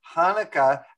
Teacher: I'd rather them say Hanukkah and not guttural their H